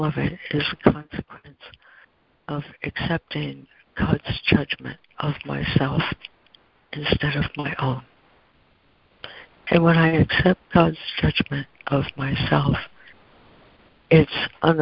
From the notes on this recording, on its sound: ACIM Daily Conference Call